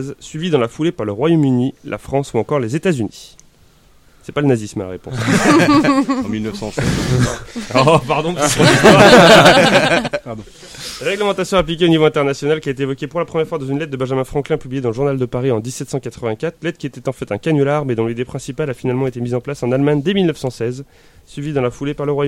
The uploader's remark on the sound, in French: Cette 141ème Désémission qui a été enregistrée en plein air, comme les poules.